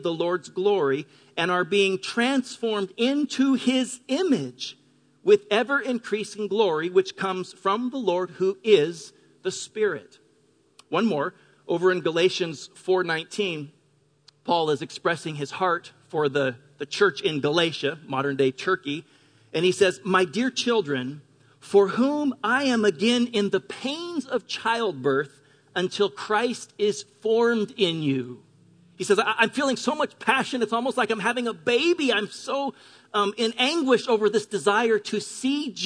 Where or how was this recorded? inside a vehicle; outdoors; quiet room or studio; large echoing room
large echoing room